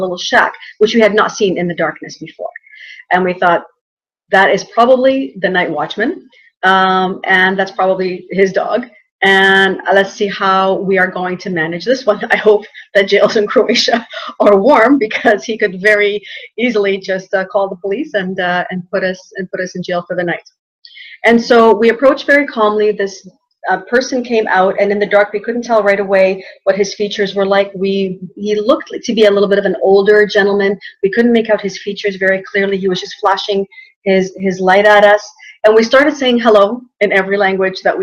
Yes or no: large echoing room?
no